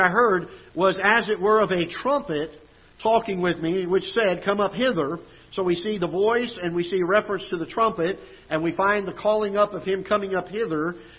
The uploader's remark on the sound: Ketha Heights Baptist Church ~ Live Broadcast